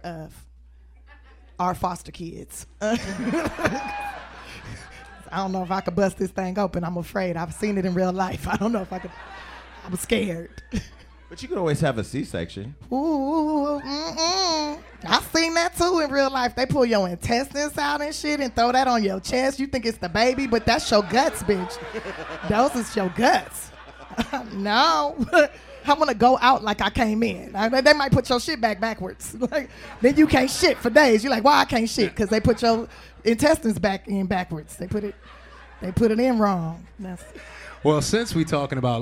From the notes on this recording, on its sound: This week we took Hollywood Unlocked Uncensored to the legendary Laugh Factory for a live show